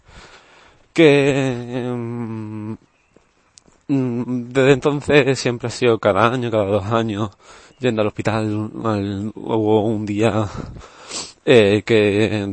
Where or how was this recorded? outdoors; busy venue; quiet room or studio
outdoors